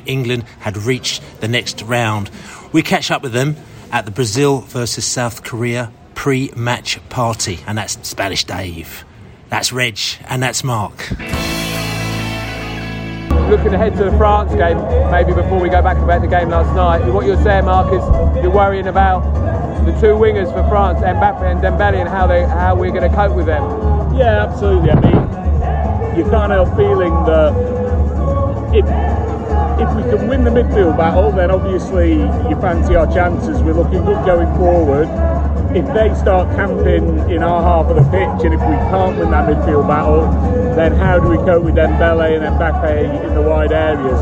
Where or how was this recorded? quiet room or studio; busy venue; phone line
busy venue